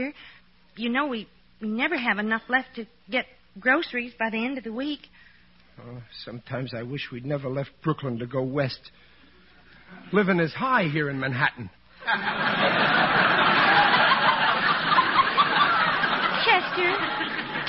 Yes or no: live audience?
yes